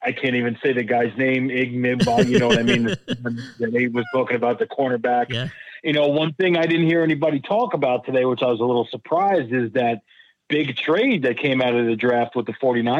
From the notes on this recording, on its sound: a guest call in from "The Tuesday Night Delight"!